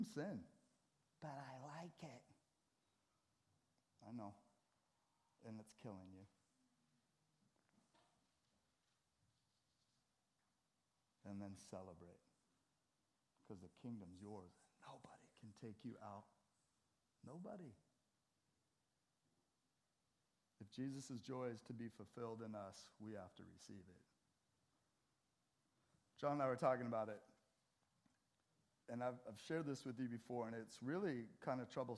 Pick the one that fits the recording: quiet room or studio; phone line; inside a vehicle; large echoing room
large echoing room